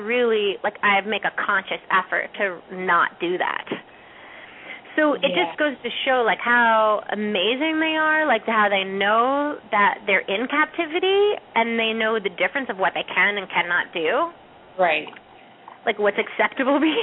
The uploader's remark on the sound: open up the lines for listeners to call